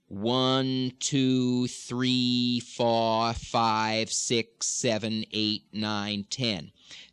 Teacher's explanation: You see, if I hold my nose now on 2, 2, it doesn't go 2, 2, so you can hear that the air's not coming through the nose